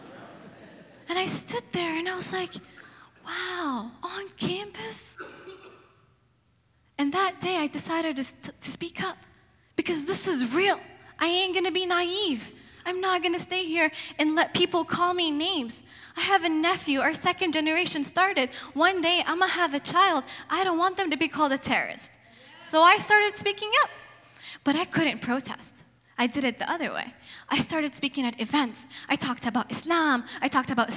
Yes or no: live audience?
yes